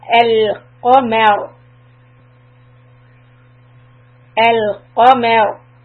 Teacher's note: we will end with a ra sukoon and preceded by a fatha, so the ra will become heavy